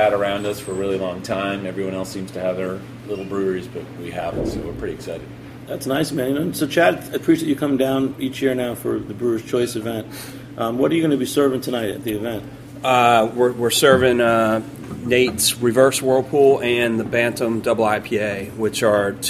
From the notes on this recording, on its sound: Recorded live at the Blind Tiger during this year's Beer Week NYC.